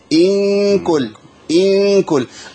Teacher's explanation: أقرب طرف لساني المخرج النون لكن ما يلمسش مخرج النون · Term: غنة إخفاء